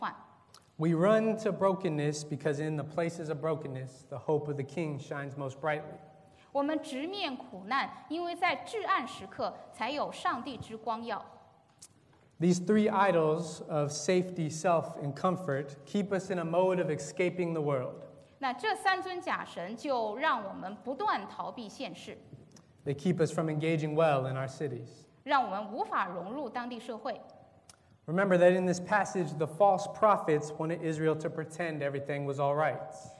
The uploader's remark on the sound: This is a sermon from August 4th, 2019 at Lexington Chinese Christian Church